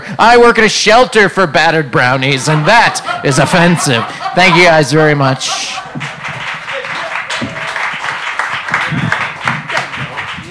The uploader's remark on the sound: Live! From Salt Lake City Golden Spike Comedy Festival. Took freedom on the road to the first annual Golden Spike Comedy Festival in Salt Lake City, Utah, where they were met with warm welcome!